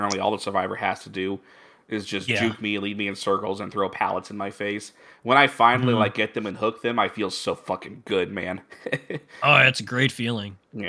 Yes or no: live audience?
no